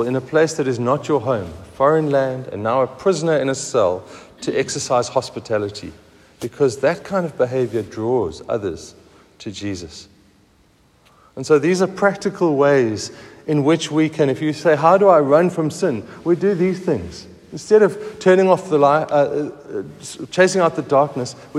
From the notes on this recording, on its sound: Recorded at the 7:45am service on Sunday 22nd October 2023